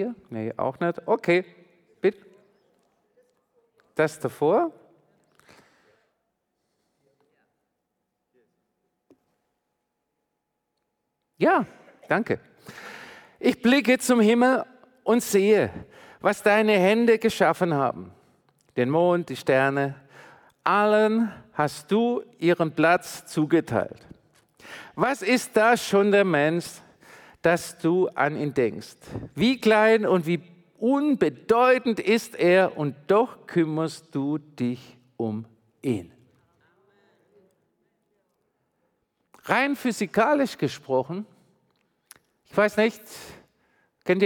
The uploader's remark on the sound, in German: predigt im Missionswerk Karlsruhe